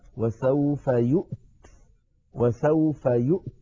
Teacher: نقف عليها وسوف يؤت، وسوف يؤت بهمزة ساكنة وبعدها تاء ساكنة، فيها شيء من الصعوبة، لا يفعل القارئ ذلك إلا كما